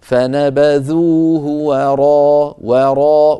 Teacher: فالواو مرققة والراء مفخمة، فنبذوه وراء، ولا نقول وراء، فنفخم الواو من أجل الراء بعدها. · Term: تخليص الحروف